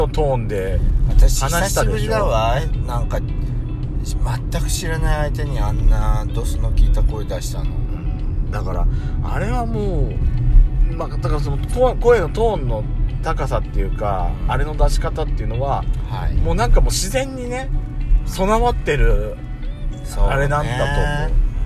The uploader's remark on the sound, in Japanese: ドスドライブ収録。ロードノイズゴメンね。